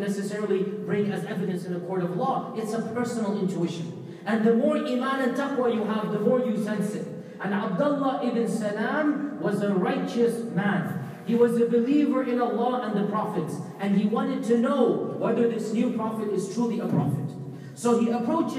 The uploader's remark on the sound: delivered a powerful Sermon at MCA in Bay Area California